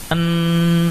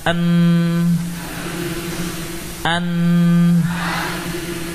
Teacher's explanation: Namun tidak semestinya kalau sudah di dhammah terus suara dhammahnya masih di hidung, ya. Kapan melibatkan hidung? Ketika lidah masih menempel pada gusi. En, ini masih di hidung. · Term: gunnah